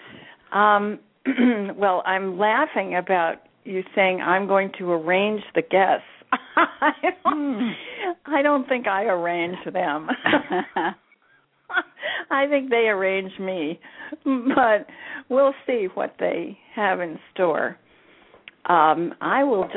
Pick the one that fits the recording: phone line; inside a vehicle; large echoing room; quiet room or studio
phone line